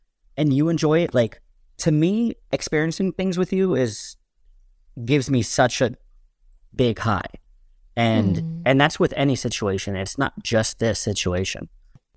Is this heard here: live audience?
no